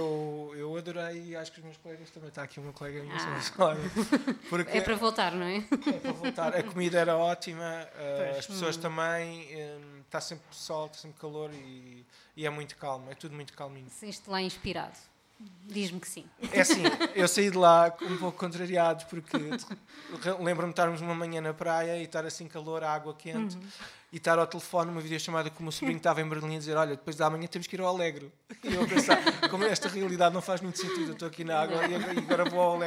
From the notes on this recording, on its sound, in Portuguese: … Ao Vivo na Chasing Rabbits